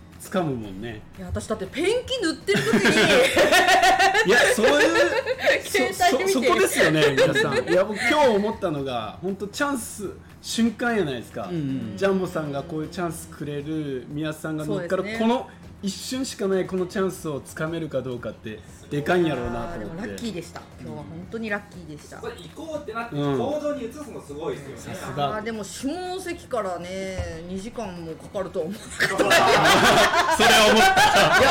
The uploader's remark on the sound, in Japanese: 九州・山口の大家さんが集まり公開収録！！